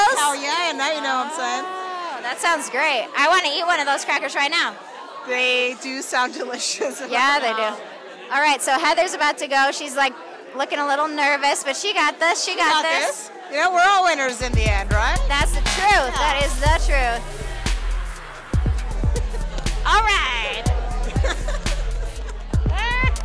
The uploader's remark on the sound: Cherry Roast Live! FINAL Round 4 (Denver 2016). The final round of the 2016 Cherry Roast Competition.